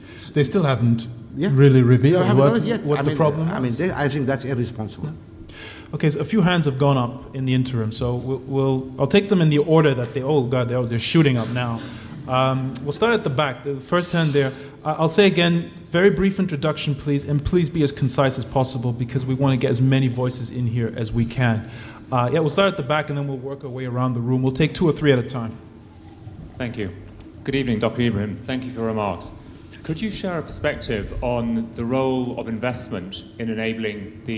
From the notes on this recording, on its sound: Audio from BCA-IA's annual Kaye Whiteman Memorial Lecture